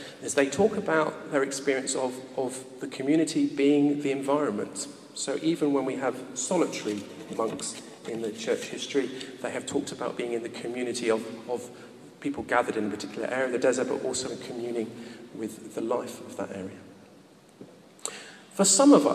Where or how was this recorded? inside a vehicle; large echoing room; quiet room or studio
large echoing room